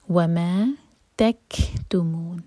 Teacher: کیف ساکن پر ہمس ہوگی، سانس جاری رکھیں گے. تکتمون، مون چار حرکہ لمبا.